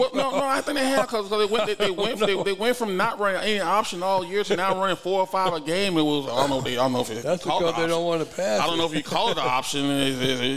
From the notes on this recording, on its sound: The Run Live at Hurrdat Sports Bar & Grill.